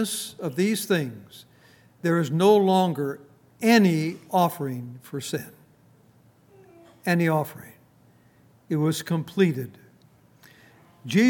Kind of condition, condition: setting, large echoing room